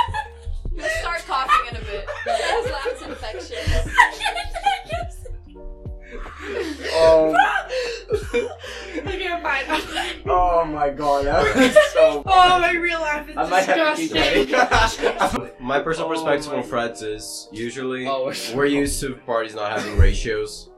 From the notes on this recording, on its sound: sorry if the audio sounds shaky.